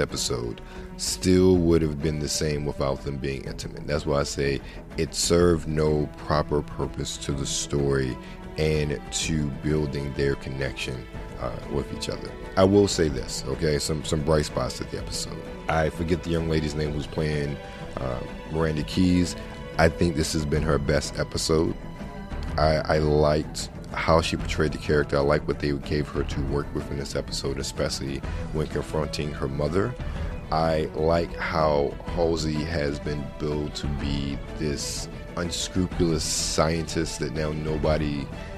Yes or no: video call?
no